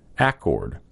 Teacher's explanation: pronounce accord with an accent on the first syllable